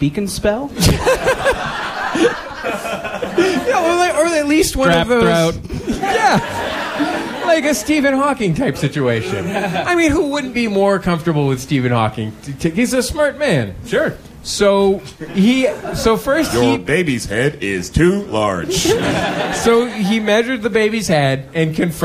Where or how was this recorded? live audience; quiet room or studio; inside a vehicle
live audience